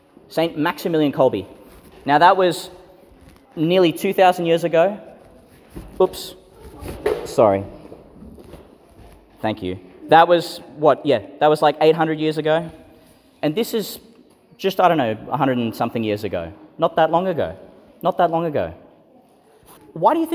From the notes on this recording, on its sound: Homily delivered for St Francis of Assisi's Sporting Houses School Liturgy (Feast of Saint Clare of Assisi), in St Peter Chanel Church, Tannum Sands, Qld.